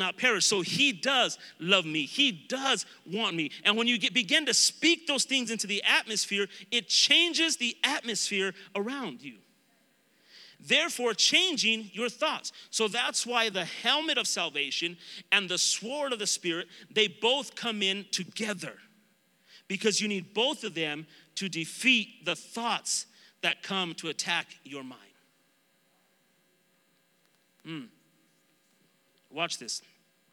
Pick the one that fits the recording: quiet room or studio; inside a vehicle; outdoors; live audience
live audience